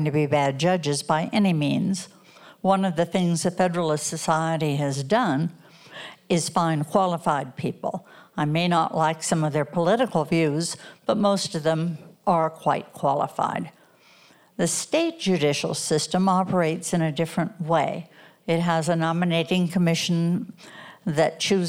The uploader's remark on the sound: The show was recorded live at eTown Hall in Boulder, Colorado.